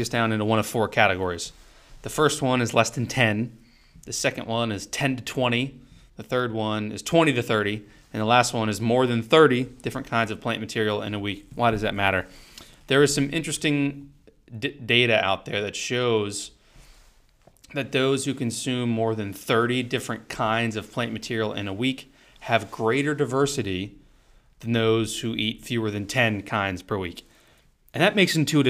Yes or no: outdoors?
no